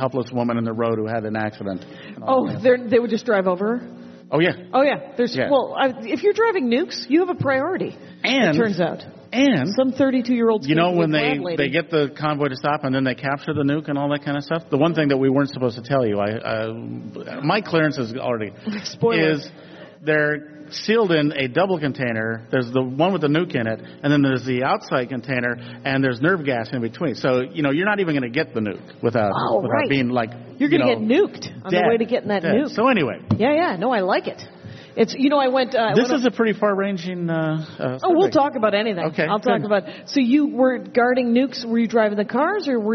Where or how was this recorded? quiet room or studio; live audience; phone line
live audience